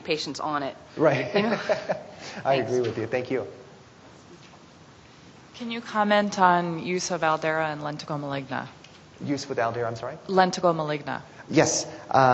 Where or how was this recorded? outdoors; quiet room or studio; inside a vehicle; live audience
live audience